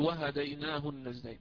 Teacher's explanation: فما دام أن هذه الهاء وقعت بين ساكنين لا مد فيها